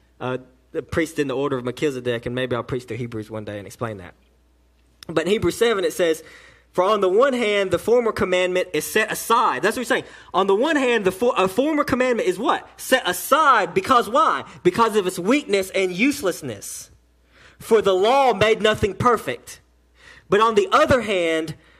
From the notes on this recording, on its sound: delivered to Cottondale Baptist Church in Eastman, GA on 10/14/18 during the 6pm service